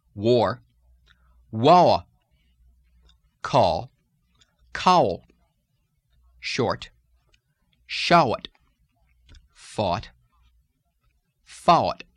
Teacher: the sound aw has an intrusive w coming in between it and the schwa that it extends into